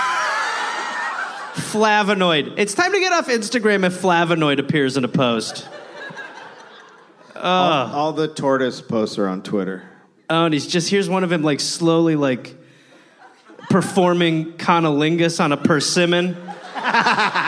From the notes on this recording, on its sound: Recorded live at the San Jose Improv.